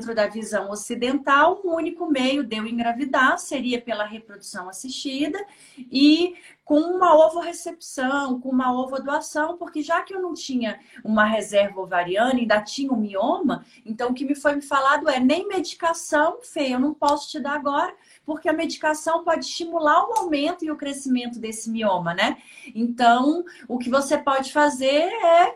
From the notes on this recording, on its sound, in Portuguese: Live do IG